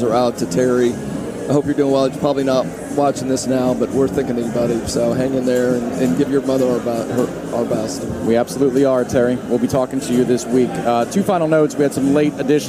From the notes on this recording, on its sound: The Warchant Gameday postgame call-in show is LIVE from Hooch in downtown Orlando